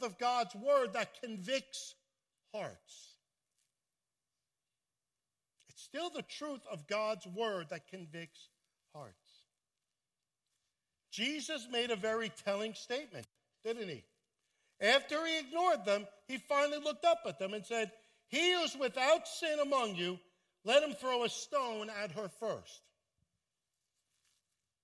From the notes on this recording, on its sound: at Full Gospel Church in Livingston, NJ